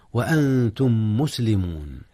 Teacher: ميم أنتم في ميم مسلمون، إدغام متماثلين